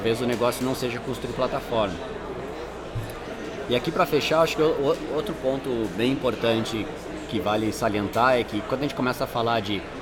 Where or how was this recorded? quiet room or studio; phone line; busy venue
busy venue